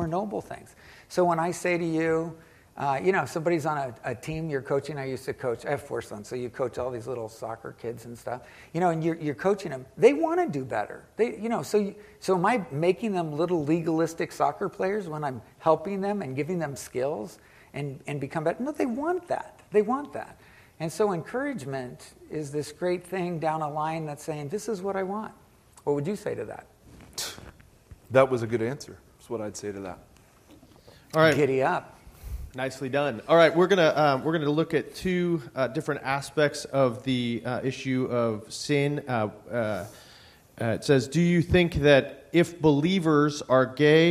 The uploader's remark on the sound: Recorded live in the worship center on the Irvine campus.